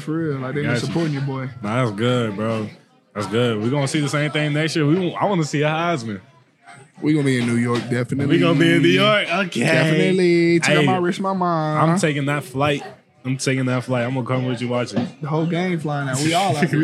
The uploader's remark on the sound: Recorded at Eskimo Joe's on Monday, January 15, 2024.